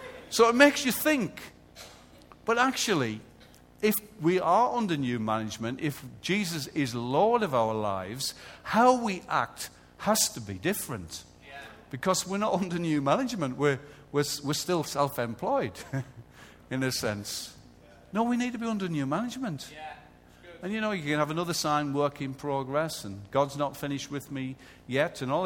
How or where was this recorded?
large echoing room